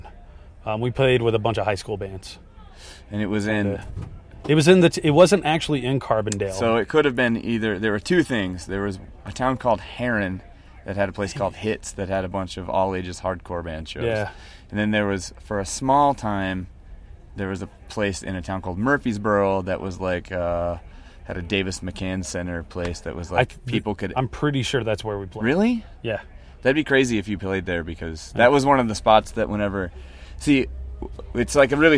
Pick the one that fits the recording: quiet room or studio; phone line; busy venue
busy venue